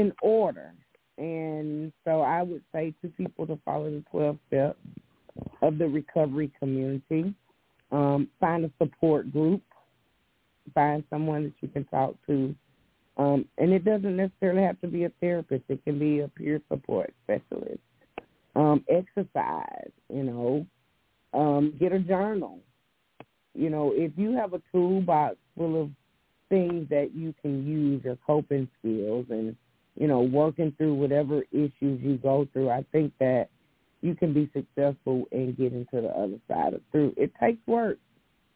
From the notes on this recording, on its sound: Those who call in will form a panel